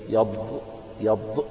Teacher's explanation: دالا مفخمة وبعدها ظاء مباشرة، تقول مثلا إيه يبض يبض، يعني فيها صوت الدال المفخمة مخلوطا بصوت الظاء